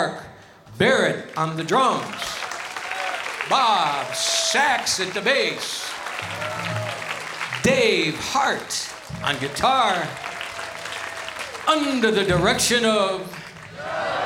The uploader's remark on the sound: Live at the South Point Casino.